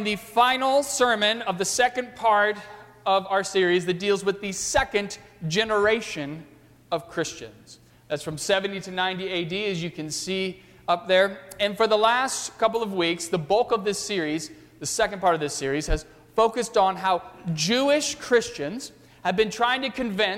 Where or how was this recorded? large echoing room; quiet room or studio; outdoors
large echoing room